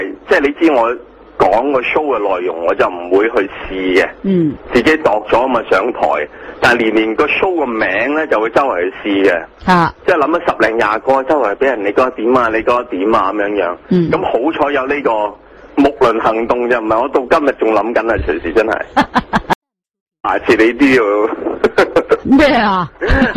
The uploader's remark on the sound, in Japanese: 商业一台。電話訪問。